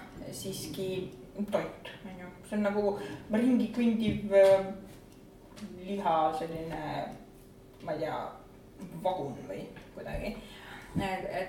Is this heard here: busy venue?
yes